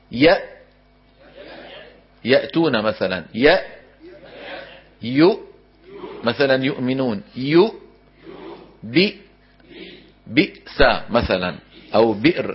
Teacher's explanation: نصدم الوترين ببعضهما لتخرج الهمزة الساكنة. إذن تخرج الهمزة الساكنة بانطباق الوترين الصوتيين